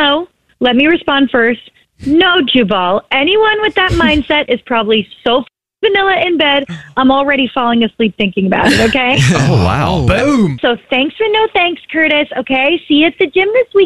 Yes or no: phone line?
yes